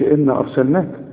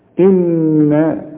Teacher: لازم النون تغنها بمقدار حركتين لأنها 2 نون · Shown in: second take